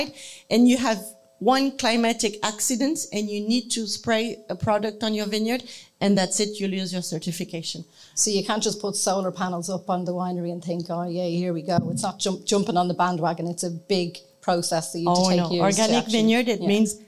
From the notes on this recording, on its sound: Celebrate our official launch event with a live recording. In the company of one hundred of our lovely listeners. Followed by an entertaining Q&A with questions from our listeners.